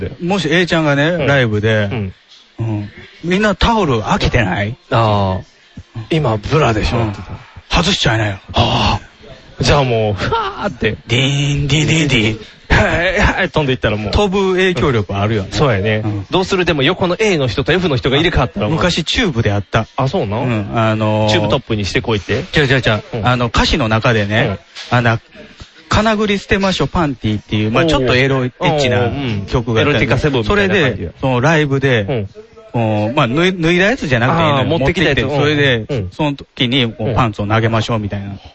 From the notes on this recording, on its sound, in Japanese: 今回はなんとマクドナルドで収録。